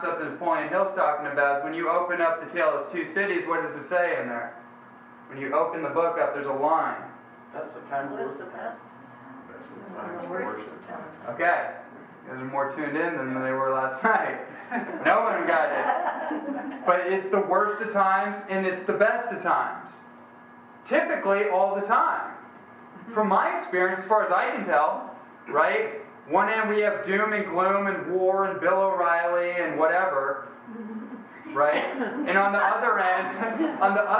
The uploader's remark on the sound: This is a special never before heard recording from a dynamic lecture. In Tuscon, Arizona during a book tour in 2014.